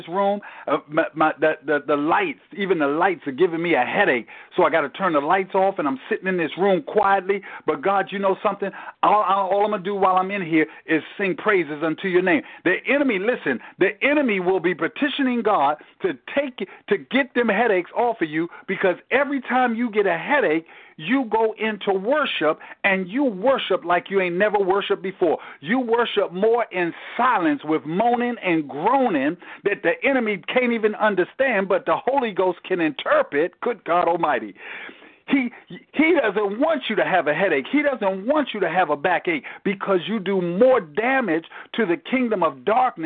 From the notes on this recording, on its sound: Tele Bible Study. Enon MBC Bible Study conference call.